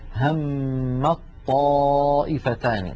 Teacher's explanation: لاحظوا لا أنطق التاء أبدا، همت طائفتان، ننطق طاء · Term: إدغام